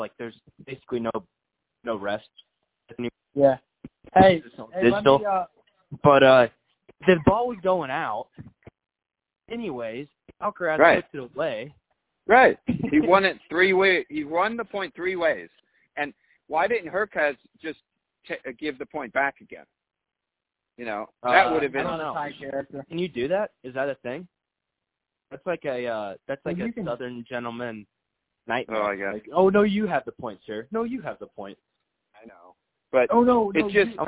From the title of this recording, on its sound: Phone Chats